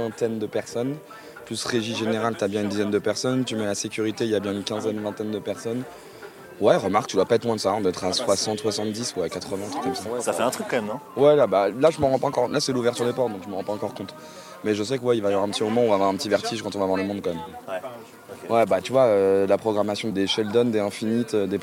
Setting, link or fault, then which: setting, busy venue